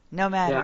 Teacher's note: So American English often is lazy, and when you have two T's, it will convert to a D sound naturally for most of us.